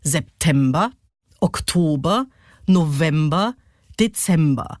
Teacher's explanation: Da ist immer die erste und die letzte Silbe unbetont und dazwischen liegt der Peak.